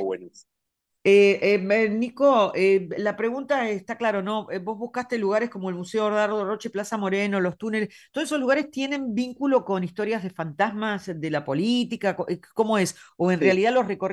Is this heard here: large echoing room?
no